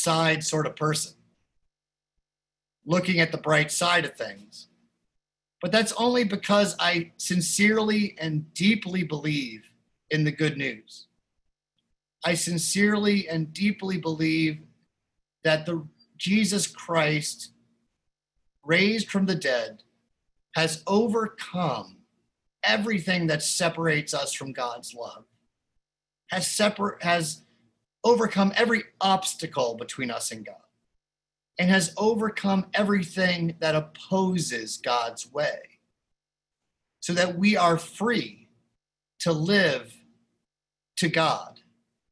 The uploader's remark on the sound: Recorded live in Zoom.us. Opening bell chiming by the Philadelphia Guild of Change Ringers.